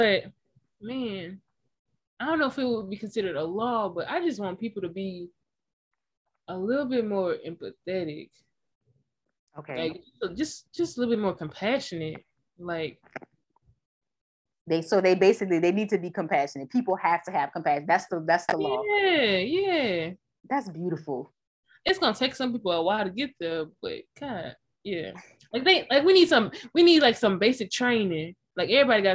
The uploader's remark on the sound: I apologize for any confusion audio glitches in advance as I was learning to record from different locations.